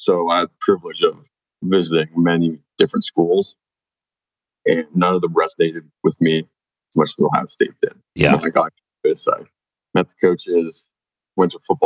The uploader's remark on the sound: We apologize for the sound quality of this episode. While the sound may not be ideal, the content we believe is useful.